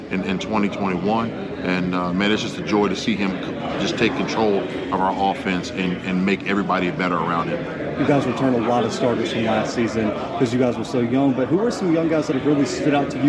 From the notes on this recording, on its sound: live from MEAC Media Day in Norfolk, VA.